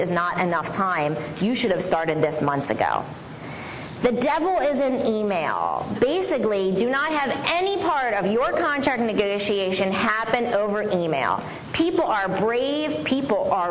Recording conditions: live audience